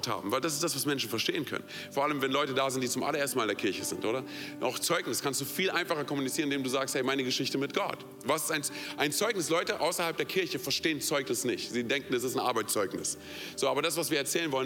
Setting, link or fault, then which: setting, large echoing room